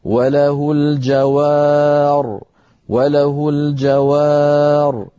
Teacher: الراء مفخمة وليست مرققة